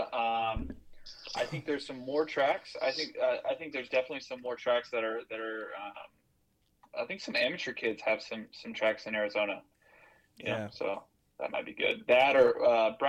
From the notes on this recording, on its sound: called in on today's show